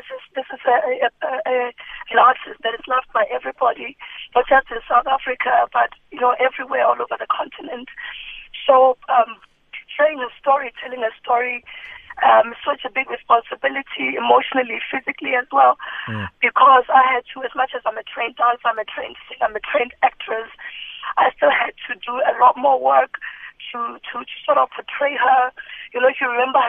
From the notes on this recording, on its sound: PHONE INTERVIEW